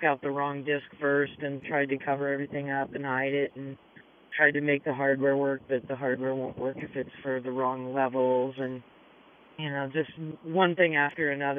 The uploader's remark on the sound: Is in the midst of rowing 3,000 miles from California to Hawaii. She took time out from rowing 12 hours a day to chat with us on her satellite phone.